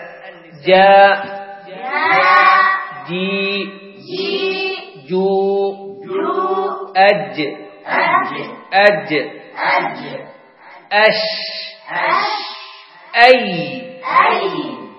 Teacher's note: الجيم والشين والياء تخرج من وسط اللسان مع ما يحاذيه من الفك الأعلى · Term: الحروف الشجرية